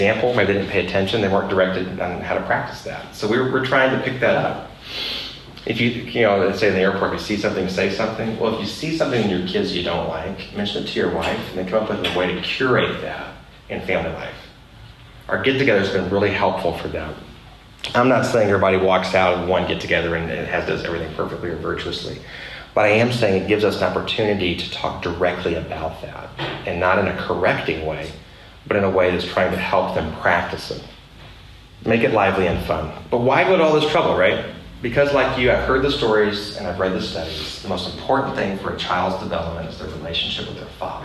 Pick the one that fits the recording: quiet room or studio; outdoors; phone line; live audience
live audience